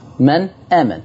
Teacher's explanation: فأظهرت النون عندما التقت بحرف الهمزة، فالإظهار هو فصل حرف عن حرف، من آمن، عكس الإدغام، فالإدغام يدخل حرف في حرف، والفائدة من الإدغام هي التخفيف، سهولة النطق. · Term: الإظهار الحلقي